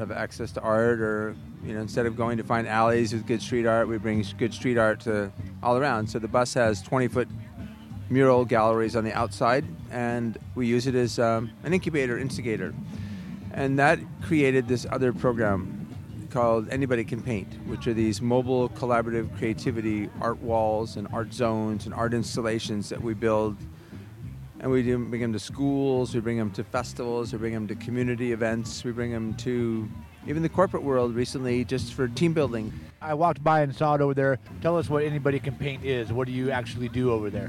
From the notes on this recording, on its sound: Sounds from the Eastlake Music Festival held each year at the Lake Merritt Amphitheater in Oakland. Interviews with organizers, musicians, and artists from this year’s festival as well as music from some of the performers.